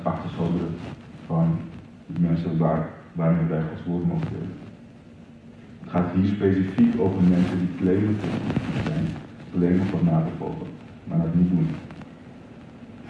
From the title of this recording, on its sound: slechte audio